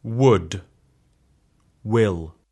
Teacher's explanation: Kaksois-V-kirjainta ei äännetä V-nä, vaan ikään kuin pehmeänä U-na.